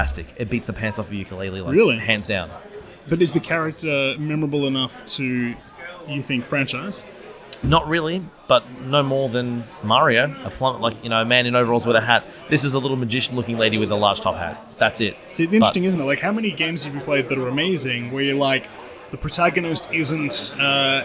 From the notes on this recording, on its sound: Coming at you live from the Go Game Retro Market in Melbourne, surrounded by retro games and nostalgia